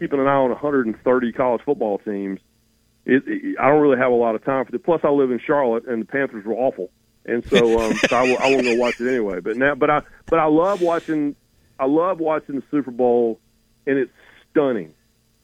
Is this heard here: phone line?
yes